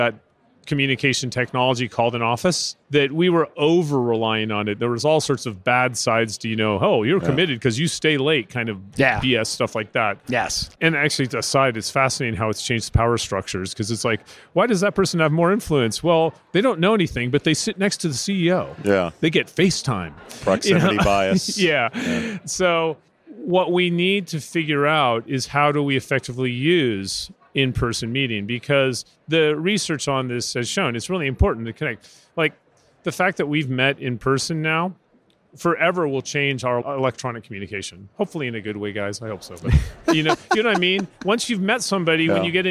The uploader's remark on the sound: Live from UNLEASH America in Las Vegas